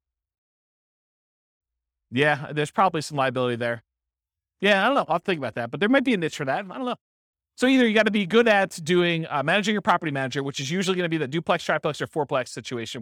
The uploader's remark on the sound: This was a live class recorded